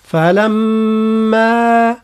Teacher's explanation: فلما الميم فيها غنة، لابد من الإتيان بهذه الغنة، ثم فيها مد، يعني عندنا زوز مدود، المد متاع الغنة